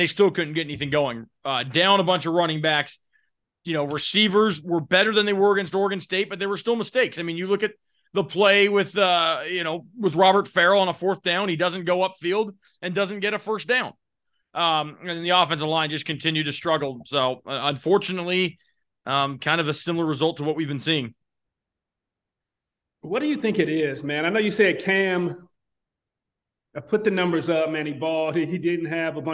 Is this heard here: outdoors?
no